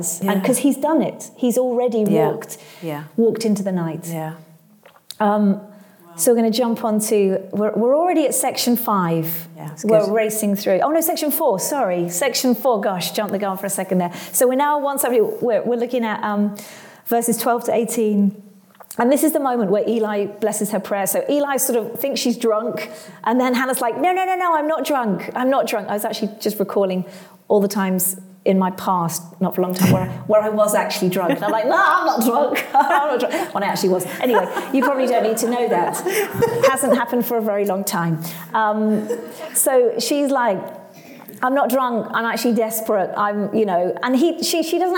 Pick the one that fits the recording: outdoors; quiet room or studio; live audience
live audience